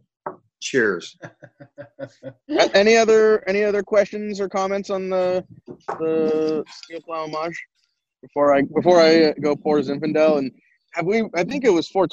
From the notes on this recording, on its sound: The Wine Makers Podcast did their first Virtual Wine Tasting with Dane Cellars & Sixteen600. They recorded it and decided to release it as a “bonus” show.